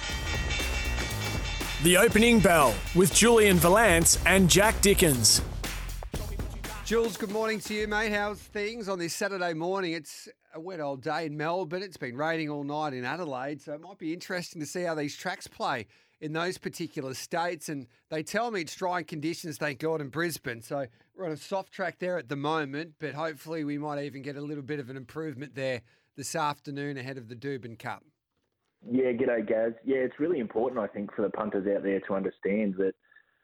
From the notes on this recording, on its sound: the team also take your calls!